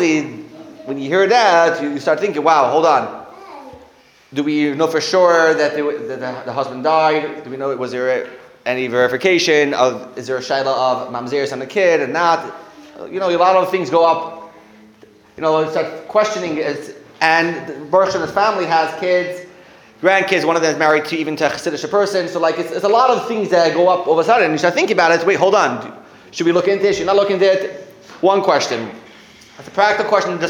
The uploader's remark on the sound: Sunday Kolel. Recorded live at The Torah Center ATL on January 14, 2024.